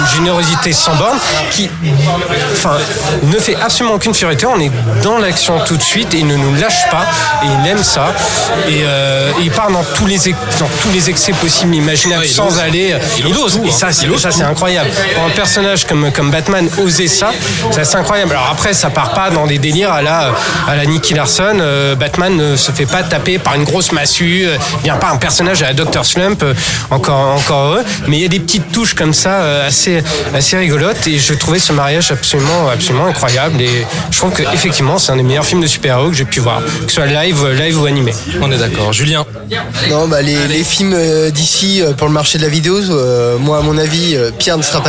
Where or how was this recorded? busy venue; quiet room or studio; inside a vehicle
busy venue